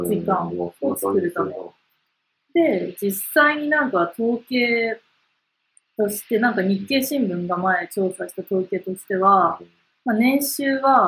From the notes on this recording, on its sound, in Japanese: 音声が悪くてすみません。